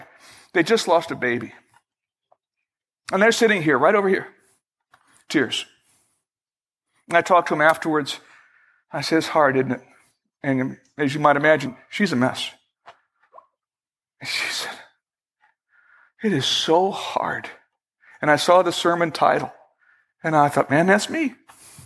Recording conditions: large echoing room